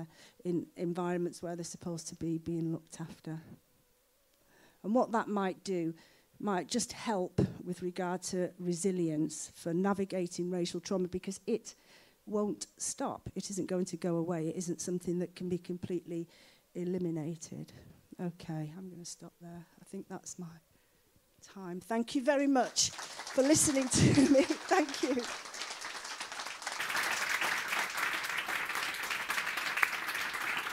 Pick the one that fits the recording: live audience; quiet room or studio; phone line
live audience